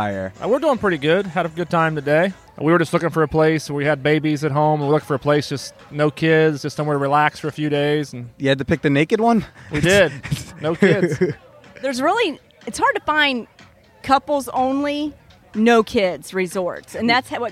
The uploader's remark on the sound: I spent a weekend in paradise at the hot couples-only clothing-optional resort in Cancun, Mexico. We sat outside my beautiful oceanside suite.